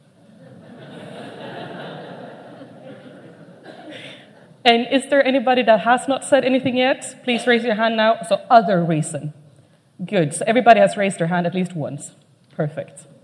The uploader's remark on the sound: Keynote at SRHE Annual Research Conference 2017